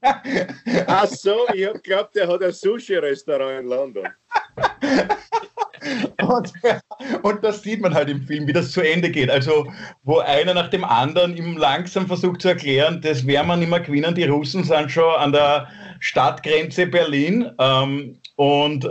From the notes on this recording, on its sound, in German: Aufzeichnung einer Skype Session vom Montag, 9. Weil das aktuell nicht möglich ist, finden sie ihr Publikum, indem sie einander via Skype am Abend beim Reden zusehen.